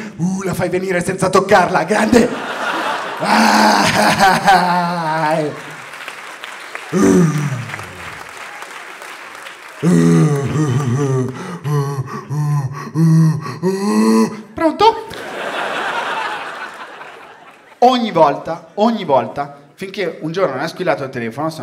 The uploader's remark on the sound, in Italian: Registrato a Firenze al Teatro Puccini.